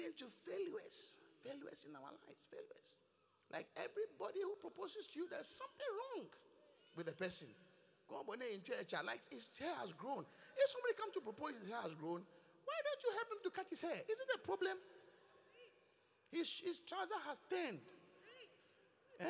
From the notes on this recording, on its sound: Preached at The Qodesh. Inspiration Service.